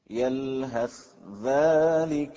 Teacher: الإدغام هنا إدغام كامل تصبح الذال مشددة لأن الثاء تدخل فيها ذاتا وصفة